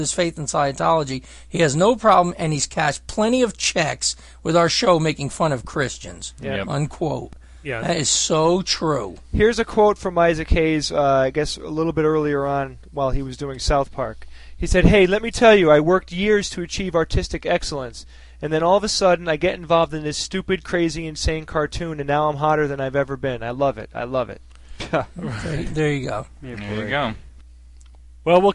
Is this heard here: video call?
no